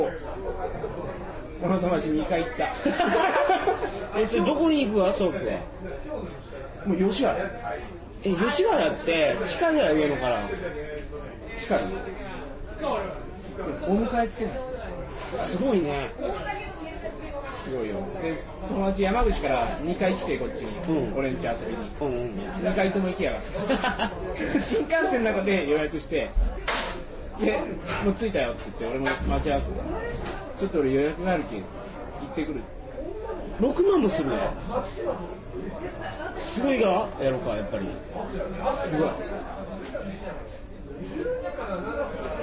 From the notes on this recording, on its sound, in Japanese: 新橋の居酒屋で録りました。新橋の居酒屋はとてもやかましい。